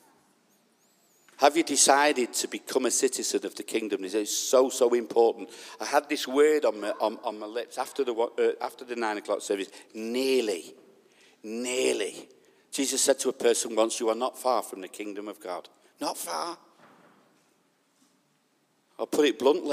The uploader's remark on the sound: This message was recorded at the Lighthouse Manchester on Sunday 20th June 2021